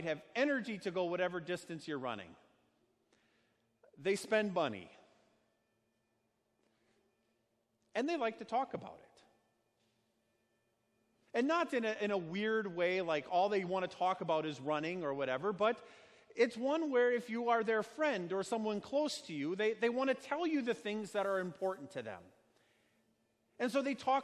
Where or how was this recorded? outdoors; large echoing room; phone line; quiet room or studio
large echoing room